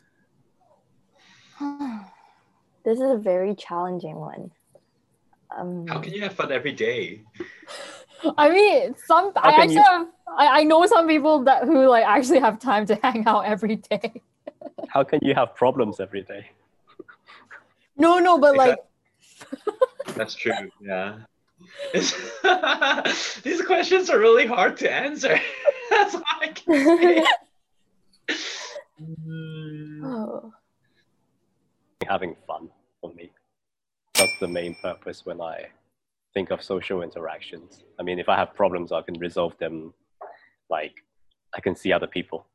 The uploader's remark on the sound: we take this week's episode onto Zoom